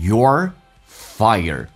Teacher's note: 重度卷舌，嘴巴凸出来收圆，然后整个舌身往回卷